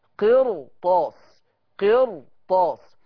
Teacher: وحرف الاستعلاء ده مش مكسور اللي هو طاء، فعشان كده خد الراء وعلي بيها